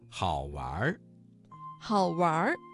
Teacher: 这个词当中的完加了一个卷舌音，形成了儿化音